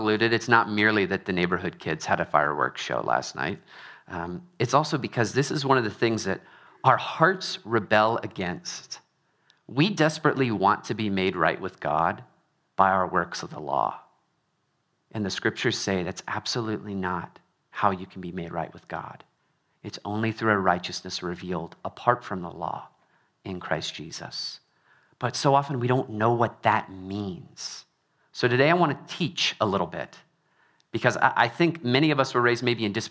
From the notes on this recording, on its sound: Trinity Anglican Church • Littleton, Colorado